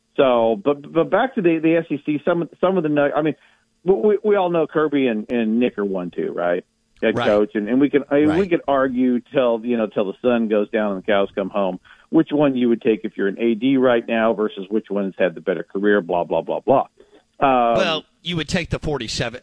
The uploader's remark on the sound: joins the show live on the Farm Bureau guest line